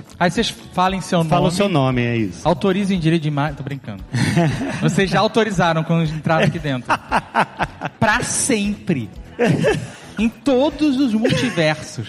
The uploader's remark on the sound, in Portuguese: Ao vivo no Spotify Podcast Festival